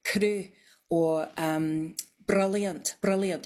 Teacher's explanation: It's just a little tap. It's not a long roll, and that's more common in contemporary speakers. · Term: tapped R